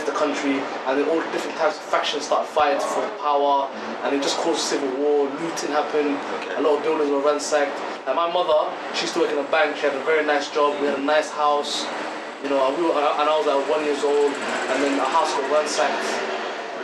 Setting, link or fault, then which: fault, sounds in the background